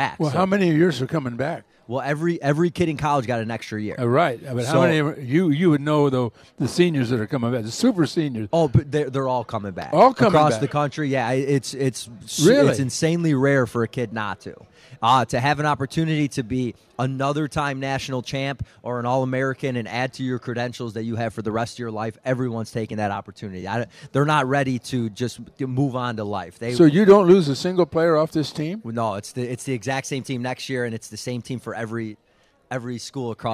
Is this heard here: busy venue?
yes